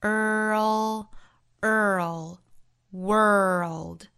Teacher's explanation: World 这个词在美音之中读成一个卷舌的 r，后面带舌侧音 earl，注意舌尖位置的变化 earl world 后面再加 ps 读成 z worlds all the world's 再跟后面的连读 all the world's